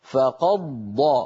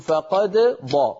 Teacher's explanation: فقض أسهل من ما تقول فقد ض، فتقرع مخرجين، تقرع مخرج الدال ثم تعود فتقرع مخرج الضاد · Shown in: second take · Term: الإظهار